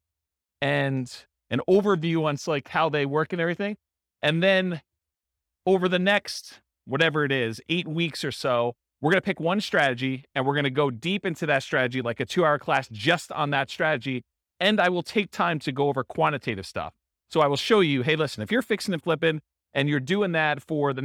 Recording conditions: live audience